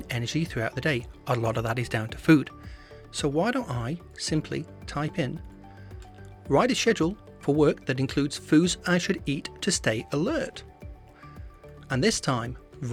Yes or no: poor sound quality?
no